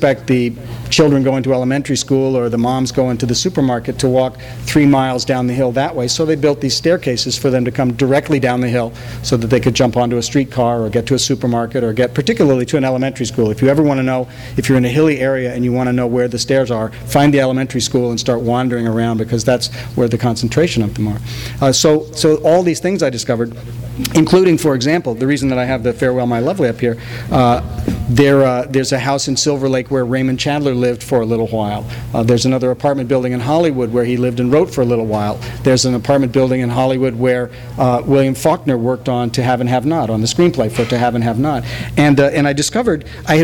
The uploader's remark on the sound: THIS EVENT WAS RECORDED LIVE AT SKYLIGHT BOOKS